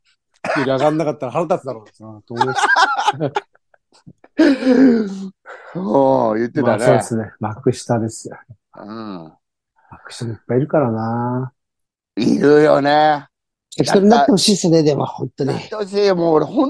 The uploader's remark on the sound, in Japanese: ZOOMで収録